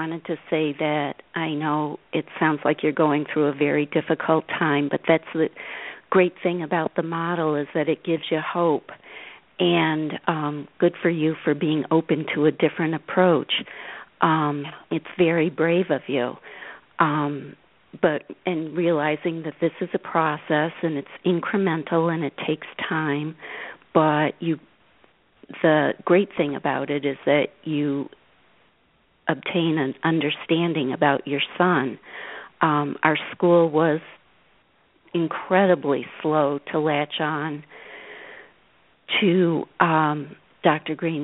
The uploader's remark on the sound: the mom who called in near the end of the program